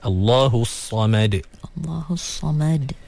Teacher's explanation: As-Samad sama juga ada qalqalah pada huruf dal dan mim dipastikan nipis.